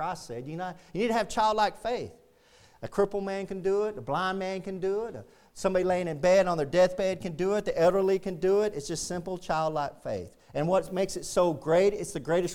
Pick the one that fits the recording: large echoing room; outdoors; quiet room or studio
large echoing room